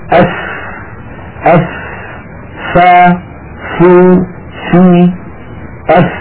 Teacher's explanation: بطن الشفة السفلى مع أطراف الثنايا العليا، هذا المكان يخرج منه حرفا واحدا هو حرف الفاء